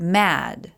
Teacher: This d was super, super quiet. Yeah. And sometimes it even gets omitted.